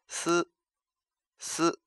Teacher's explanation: 舌尖抵住下齿，舌面接近上颚，使气流从舌尖和上颚之间的空隙处摩擦而出